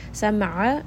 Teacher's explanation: ayn is going to be from the middle of the throat